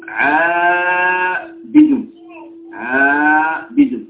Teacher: هذا فتحة بعدها ألف فيه ذهاب نحو الاستعلاء ثم بعدها مباشرة تأتي كسرة استفال استعلاء ثم مباشرة إليه استفال، هذا الارتفاع وهذا الاستفال يريدون أن لا يبقى على صورة هذه بل يقربون بين الاستفال وهذا الاستعلاء في النطق فيقولون عابد عابد يكون قريبا، هذه هي فائدة الإيمان.